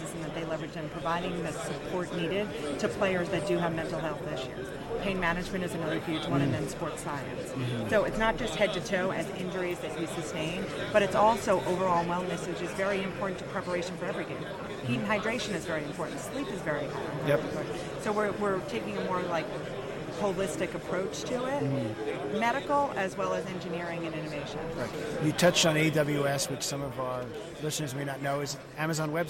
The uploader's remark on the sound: Super Bowl LIV Radio row.